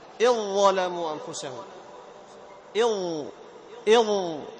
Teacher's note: ما تنطق بالذال أبدا، بعد الهمزة تنطق بالضاء مشددة · Term: الإدغام